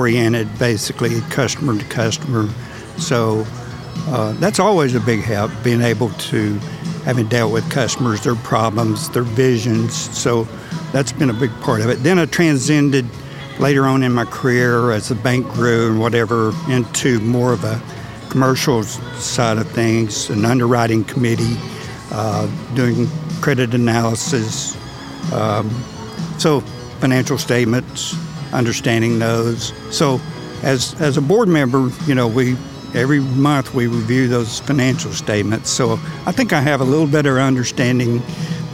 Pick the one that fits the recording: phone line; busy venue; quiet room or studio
busy venue